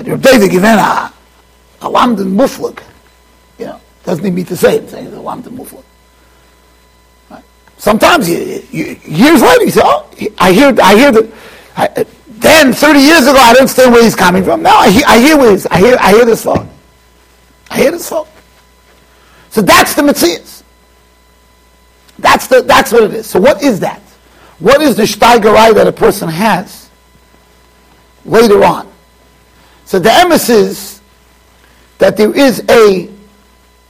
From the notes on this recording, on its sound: Shiur recorded in Yeshivas Ohr Reuven, Monsey NY.